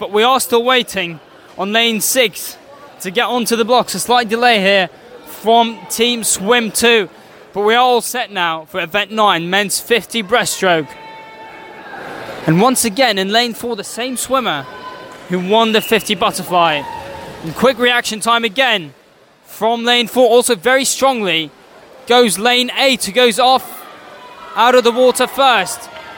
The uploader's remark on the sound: Welcome to St Sidwell's Point and welcome to live coverage of the Ultimate Swim Off - a Movember charity event involving six aquatic clubs: Swimming, Canoe, Surf, Waterpolo, Triathlon and Windiriding! Two-part special commentary.